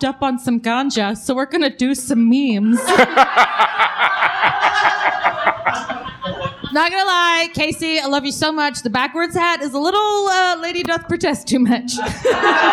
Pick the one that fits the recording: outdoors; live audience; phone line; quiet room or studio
live audience